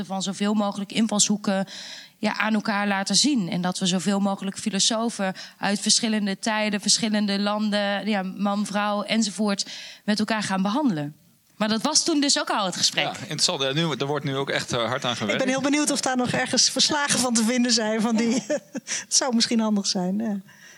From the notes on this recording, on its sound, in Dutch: Gesprek tijdens Denkwerk Festival. De Lindenberg | Radboud Reflects en Faculteit der Filosofie, Theologie en Religiewetenschappen van de Radboud Universiteit.